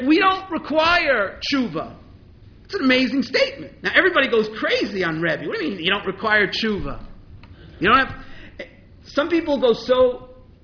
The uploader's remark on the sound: This Stanley Rudoff Memorial High Holidays Lecture